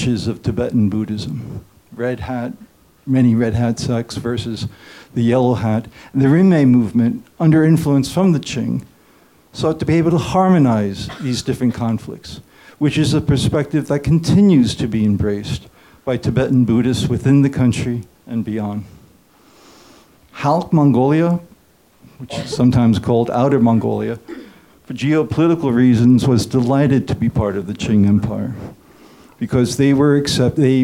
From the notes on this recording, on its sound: In one of the last live events taped at the storied Bookworm in Beijing, which shut its doors this month, the Royal Asiatic Society of Beijing sponsored a debate.